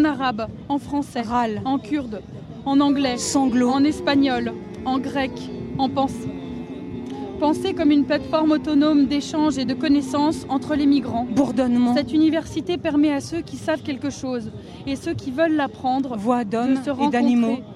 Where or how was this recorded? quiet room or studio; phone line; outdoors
outdoors